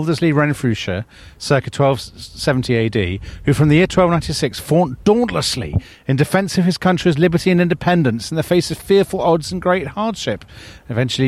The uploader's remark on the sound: a special live, on location episode as they walk around central London